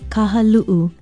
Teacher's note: Kaha is place, and lu'u is diving. Be sure to sound the glottal stop, or okina, as we call it in Hawaiian